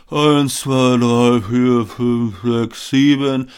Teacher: nicht besonders prägnant und so ein bisschen hauchig und wenig tragfähig